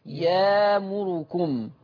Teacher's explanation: طيب تعالوا ننزل لتحت شوية، لما نبص على همزة ساكنة أخرى إن الله يامركم، هي يأمركم، يامركم هتبدل الهمزة الساكنة بألف لأن الياء مفتوحة، لأن الياء مفتوحة فتقرأ إن الله يامركم.